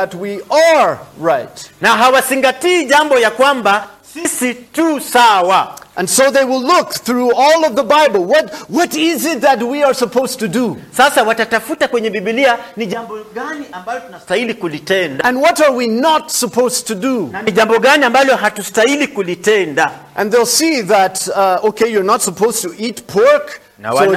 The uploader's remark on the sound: This sermon was preached during the worship service at Mercy Baptist Church located in Kaya village, western Kenya.